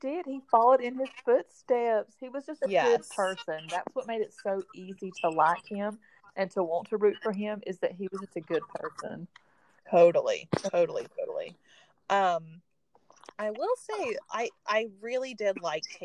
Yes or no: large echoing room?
no